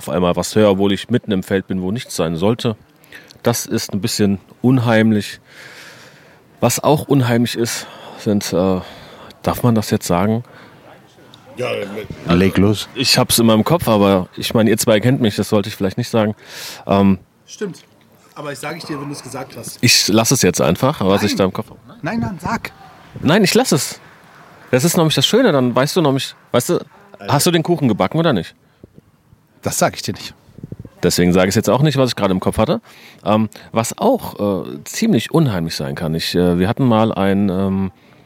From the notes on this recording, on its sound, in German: Schnappen sich das "Yellowtech iXm Podcaster" Mikrofon und holen sich tolle GästInnen für die Aufnahme. Diese finden sie auf dem ersten Podfluencer Festival in Neu Ulm.